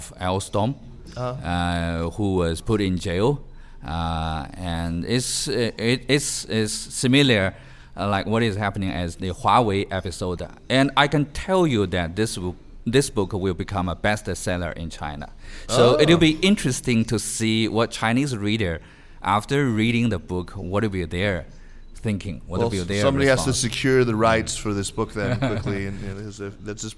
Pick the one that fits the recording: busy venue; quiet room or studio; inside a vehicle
busy venue